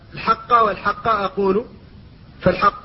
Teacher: فالحاء إذا جاورت القاف الشديدة المستعلية وكانت القاف مشددة أيضا لا بد من الحفاظ على الترقيق في الحاء، وبالأخص إذا تكرر ذلك. قال فالحق والحق أقول، قال فالحق